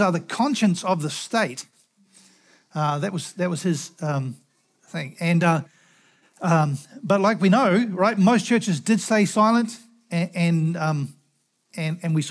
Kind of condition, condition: setting, large echoing room